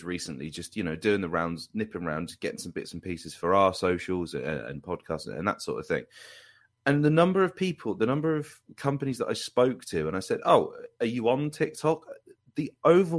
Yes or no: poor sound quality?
no